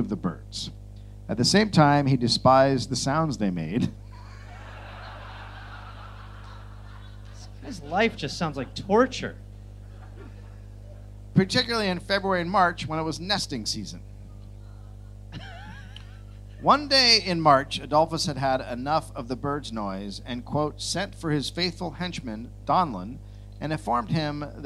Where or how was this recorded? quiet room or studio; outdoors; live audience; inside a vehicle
live audience